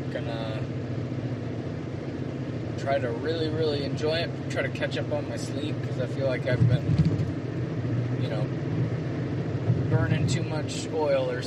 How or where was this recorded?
inside a vehicle